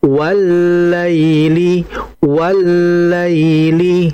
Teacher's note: ketika waw masuk ke lamnya itu sedikit ditahan sejenak. Walaili, walaili, jangan dibaca walaili, walaili, jangan, walaili, ditahan ya sejenak saja.